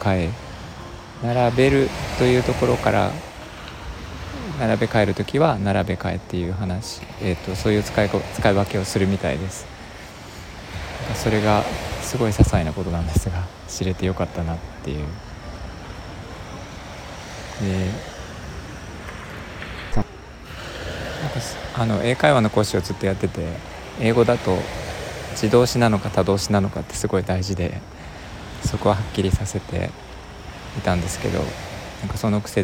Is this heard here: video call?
no